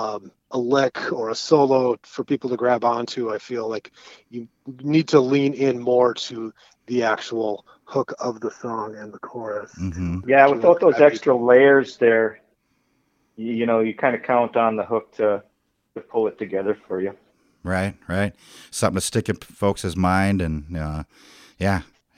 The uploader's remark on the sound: The band has released three new singles and they took some time out to chat with us on the phone. The Sound is written and produced by KQAL 89.5FM on the campus of Winona State University.